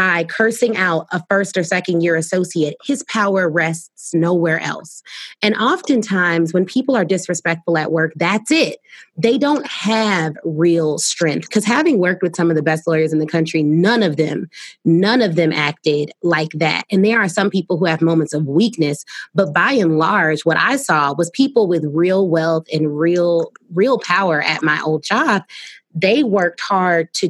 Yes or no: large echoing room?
no